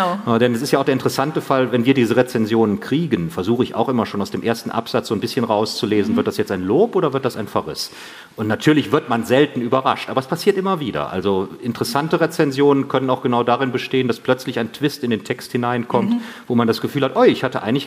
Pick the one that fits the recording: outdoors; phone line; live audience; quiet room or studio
live audience